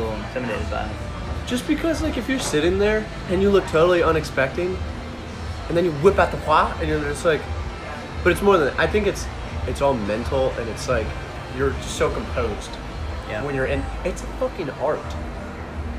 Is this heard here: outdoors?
yes